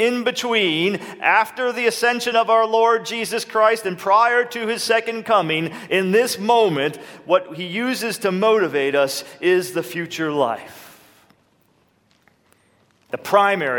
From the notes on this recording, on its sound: This is a recording of the lecture. This year’s Reformation Boise Conference.